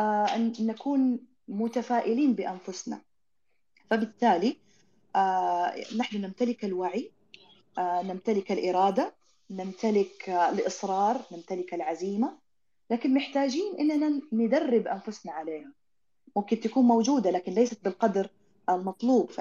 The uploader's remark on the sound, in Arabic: تسجيل لمساحة ابن رشد الأسبوعية على منصة تويتر